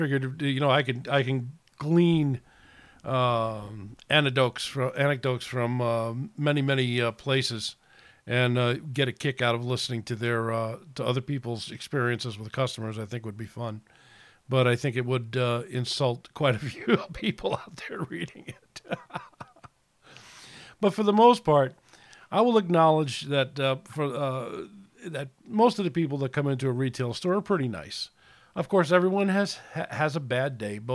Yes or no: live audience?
no